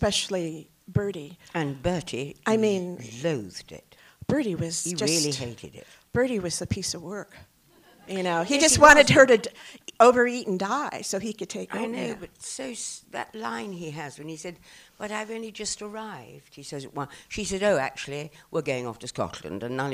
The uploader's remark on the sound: Recorded at the Landmark in Los Angeles on 9/22/17.